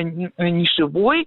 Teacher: Как бы произношение и образование, ну, то есть на основе этого прилагательного, вот такого прилагательного, какое вы говорите вы, с ударением на первом слоге и с окончанием «ый», это, ну, как бы ошибка. Потому что в словарях зафиксировано слово «нишевой» с ударением на окончании, это окончание «ой»